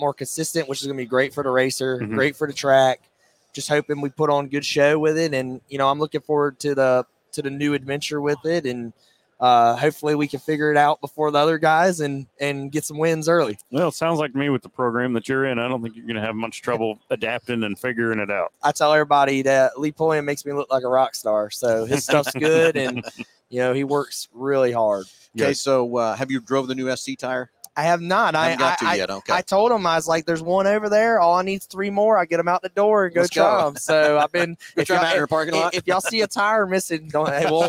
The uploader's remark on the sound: Live from PRI Trade Show in Indianapolis, IN.